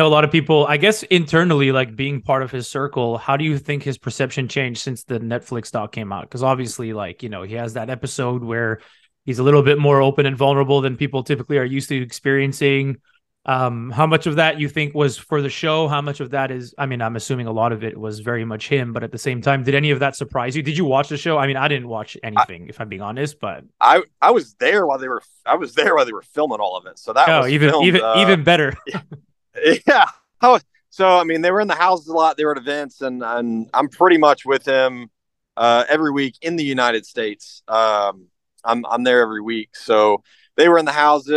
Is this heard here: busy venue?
no